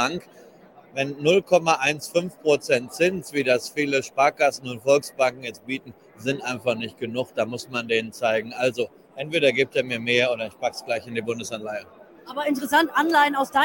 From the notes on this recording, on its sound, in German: Der Experte live auf der Invest in Stuttgart.